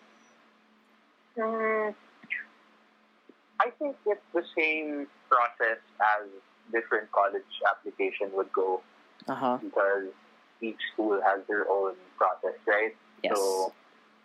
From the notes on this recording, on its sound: I apologize for the audio and production.